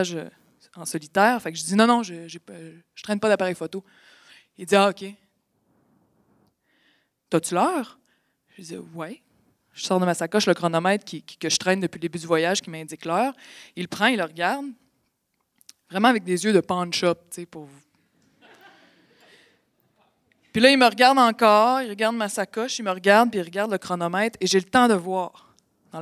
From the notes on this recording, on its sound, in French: La finale de notre expérience de radio direct, enregistrée sur scène.